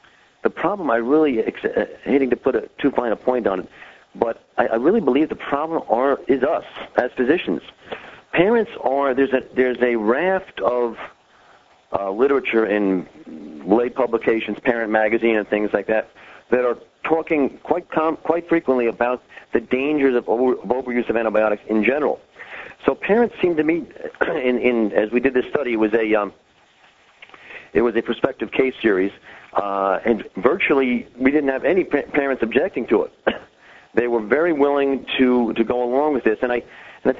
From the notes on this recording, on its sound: Author in the Room® Teleconference